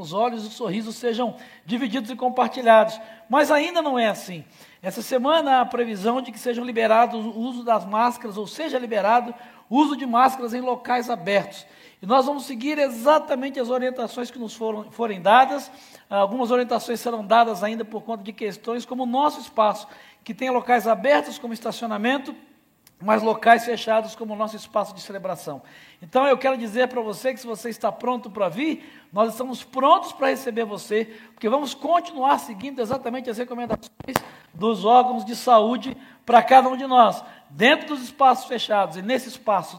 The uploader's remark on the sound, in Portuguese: Celebração ao vivo